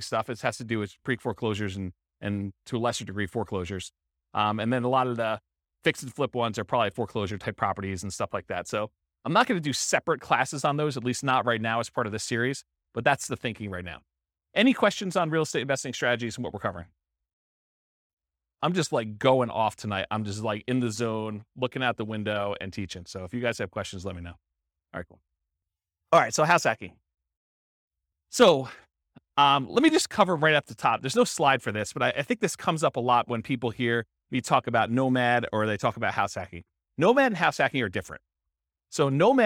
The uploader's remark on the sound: This was a live class recorded